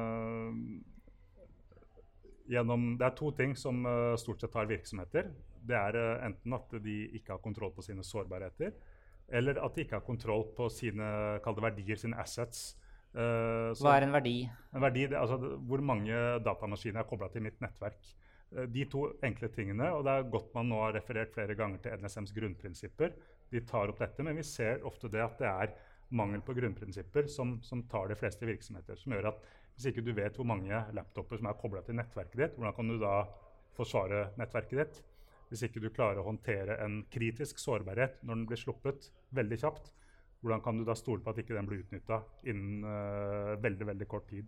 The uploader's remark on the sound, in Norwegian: Live podcast fra nettverkstreff hos Lede